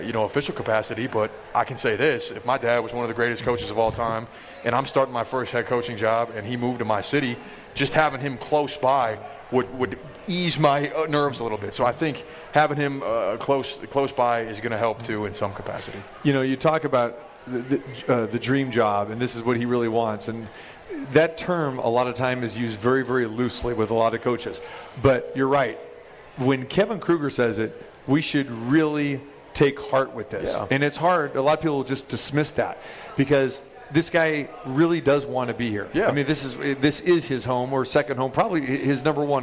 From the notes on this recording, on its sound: More March Madness atmosphere live from The Cosmopolitan of Las Vegas.